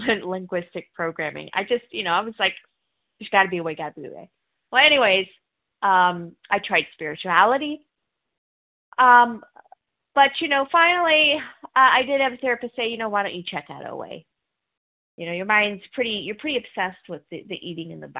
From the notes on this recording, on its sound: 100 Pounders Phone Meeting